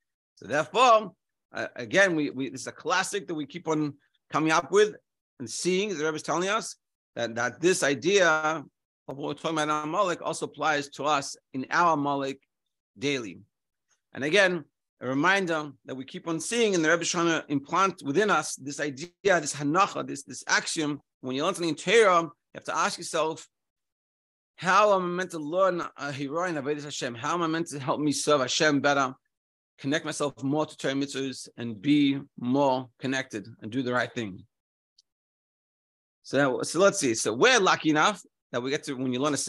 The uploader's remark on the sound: Daily Zoom Shiur